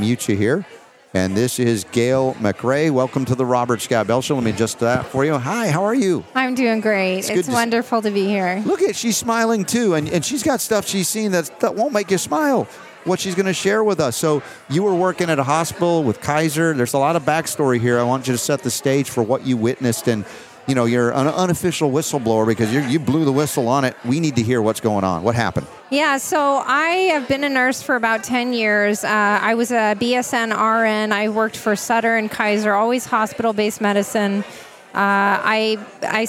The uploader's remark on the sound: LIVE From Nashville, Reawaken America Tour